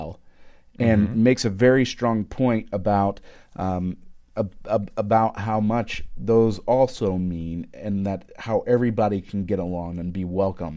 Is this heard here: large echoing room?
no